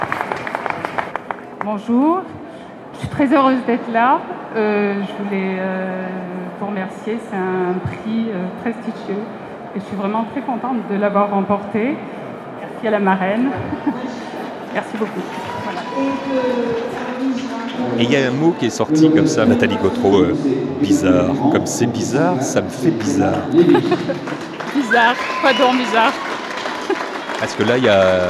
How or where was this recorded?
busy venue